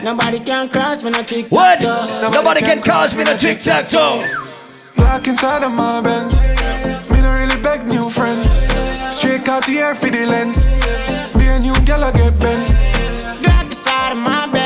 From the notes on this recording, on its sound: Audio recording of my set at Island Saturdays